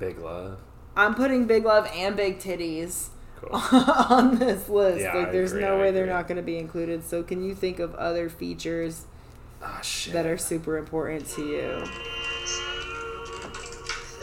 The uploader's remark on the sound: THIS PODCAST IS UNLISTENABLE!!! There are weird background noises and bad levels.